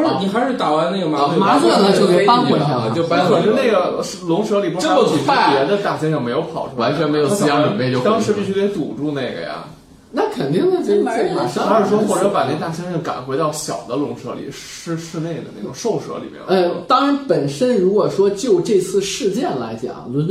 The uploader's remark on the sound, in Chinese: 本期节目为在张大妈办公区用录音笔录制，可能有街道上的杂音，请见谅。